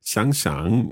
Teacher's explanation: that's a third tone and a third tone, but the first third tone becomes the second tone.